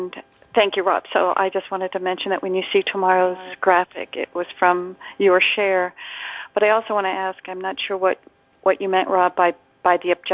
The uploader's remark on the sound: ACIM Daily TEXT Conference Call